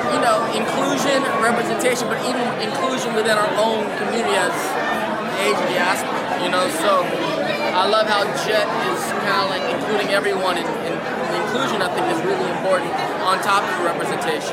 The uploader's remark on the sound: at the movie's WORLD PREMIERE at Soho International Film Festival in New York City.